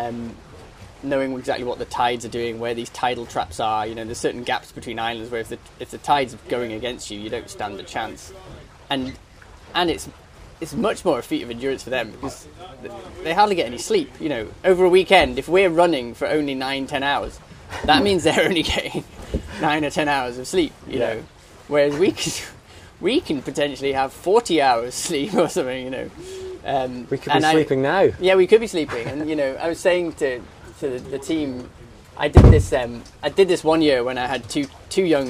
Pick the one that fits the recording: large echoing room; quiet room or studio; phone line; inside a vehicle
inside a vehicle